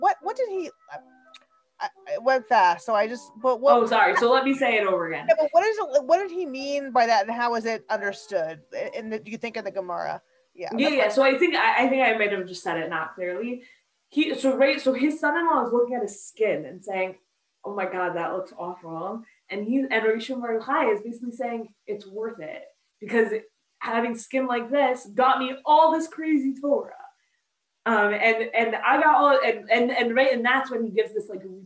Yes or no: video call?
yes